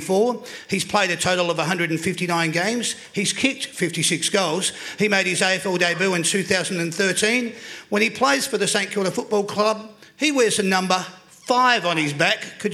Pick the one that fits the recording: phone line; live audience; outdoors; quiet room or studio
live audience